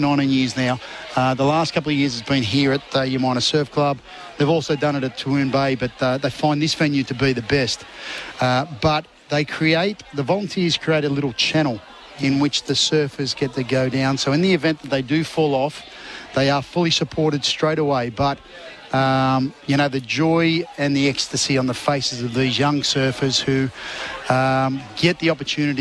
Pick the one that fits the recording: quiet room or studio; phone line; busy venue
busy venue